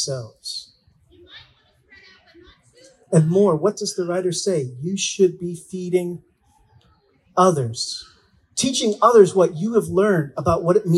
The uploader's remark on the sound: Our service was in the park, so you might hear some music from the children’s service, background laughing, and other general park-sounds.